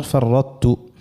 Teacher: إدغام الحرف القوي في الحرف الضعيف، ما يمشيش بالكلية الحرف القوي، ما يصيرش إدغام تام، نخليه صفة الاستعلاء وصفة الإطباق من حرف الطاء · Term: إدغام ناقص